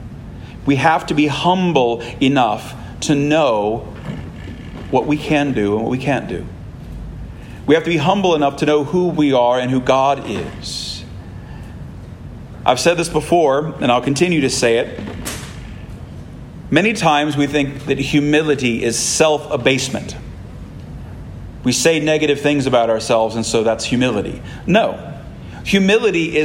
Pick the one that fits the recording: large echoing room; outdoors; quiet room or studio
large echoing room